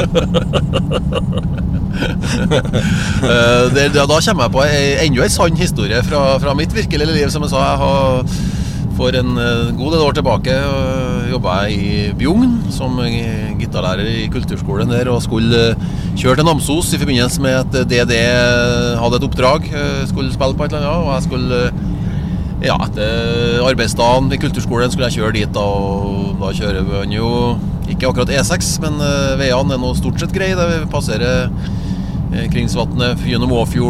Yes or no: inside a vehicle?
yes